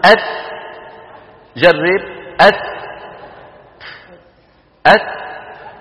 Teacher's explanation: الشدة أولا فالهمس عند نطقنا لكل كاف أو تاء، ويكون هذا أوضح ما يكون في الكاف والتاء الساكنتين، في الكاف والتاء الساكنتين.